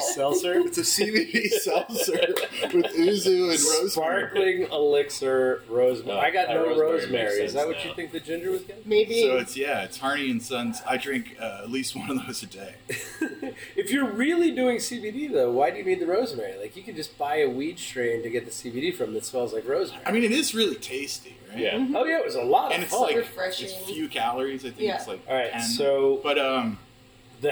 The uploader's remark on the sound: 3/4 of us couldn’t make it down this year (kids, work), so. Fired up the pocket recorder and did an impromptu DIY session. You’ll notice a bit of a difference in audio quality this week and next.